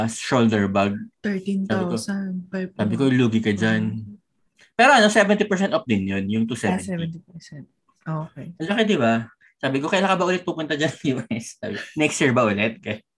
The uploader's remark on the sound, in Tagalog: Pagkapasok namin sa zoom meeting